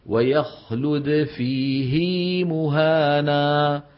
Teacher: التنبيه الثالث، يستثنى من قاعدة مد الصلة على رواية حفص كلمتان، الأولى لم تنطبق عليها القاعدة لسكون ما قبل الهاء وفيها صلة، وهي ويخلد فيه مهانا، هذه الكلمة رواها حفص هكذا مشبعة الكسرة حتى يتولد منها ياء مدية